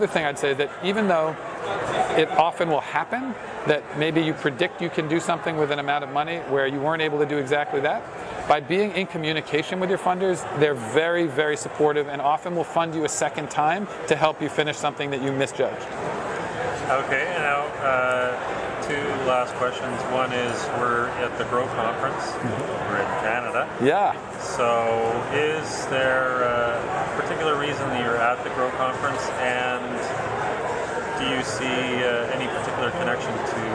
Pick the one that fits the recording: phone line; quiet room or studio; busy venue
busy venue